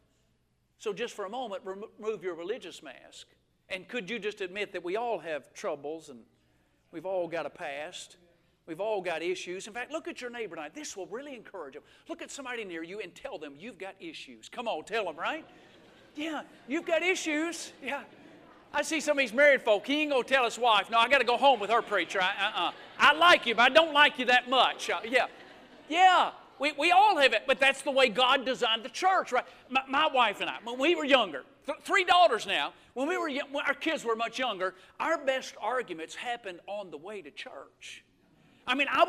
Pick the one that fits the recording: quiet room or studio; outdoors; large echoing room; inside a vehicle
large echoing room